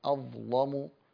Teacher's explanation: هنا في كلمة أظلم اللام مفتوحة، الشرط الأول مفتوحة، سبقت بضاء، الشرط الثاني متحقق، الظاء ساكنة، الشرط الثالث تحقق. إذا ماذا نفعل في اللام؟ نغلظها فنقول أظلم، بخلاف حفص الذي يرققها أو بقية القراء كلهم العشرة يقول أظلا لا لا غير لا، فورش يغلظها يقول أظلم.